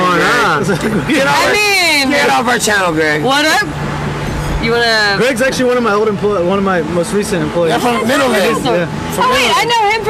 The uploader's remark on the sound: We were live at Truck Yard Houston in edo TX. We were live at Truck Yard Houston in edo TX chatting it up and eating bomb ass food.